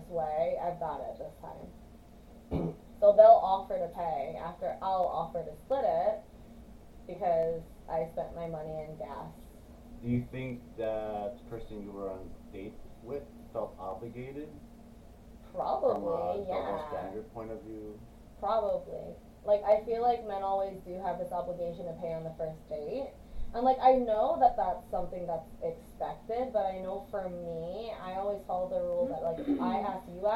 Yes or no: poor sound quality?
yes